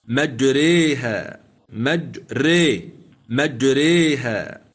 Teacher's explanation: وافق حفص هؤلاء المميلين السابق ذكرهم حمزة والكسائي والعاشر والبصري في إمالة كلمة مجريها بسورة هود، ولم يمل حفص في القرآن الألف، أرجو أن ينتبه معي المستمع الكريم، لم يمل حفص في كتاب الله الألف التي بعد الراء إلا في هذه الكلمة فقط، مجريها مجريها.